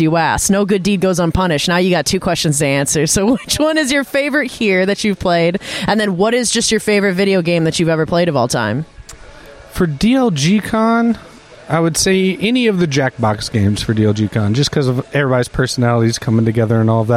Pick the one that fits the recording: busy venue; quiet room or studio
busy venue